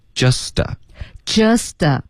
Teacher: just 跟 a 我们要连读同时会把这个 t 的音给浊化了